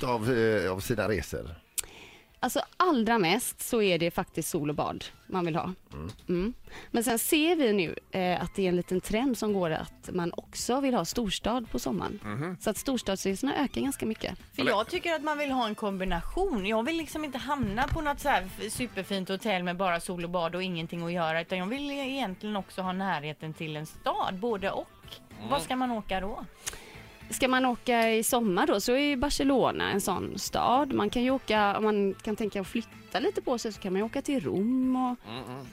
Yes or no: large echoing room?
no